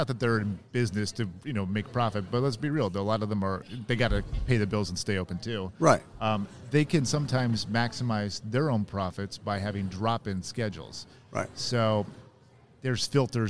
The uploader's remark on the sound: Live from SHRM 2022